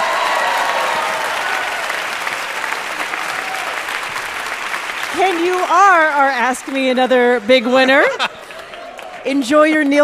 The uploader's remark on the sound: A super special episode recorded live at New York Comic Con Super Week.